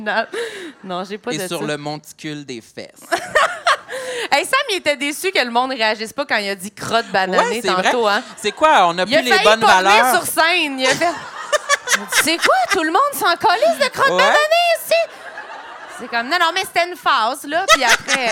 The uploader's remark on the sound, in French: lors de ce LIVE au Lion d'Or de Montréal